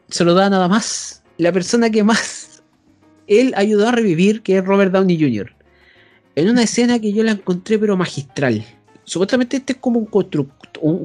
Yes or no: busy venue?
no